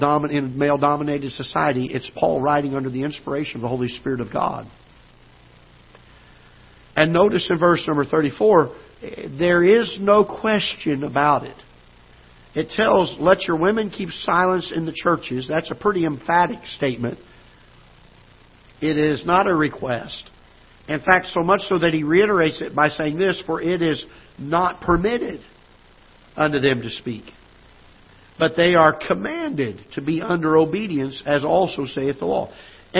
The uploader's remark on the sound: Ketha Heights Baptist Church ~ Live Broadcast